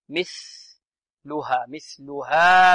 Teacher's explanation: التي لم يخلق، يخلق، التي لم يخلق مثلها، الثاء هنا ماذا؟ مثلثة، ثاء تخرج من طرف اللسان مع طرف الثنايا العليا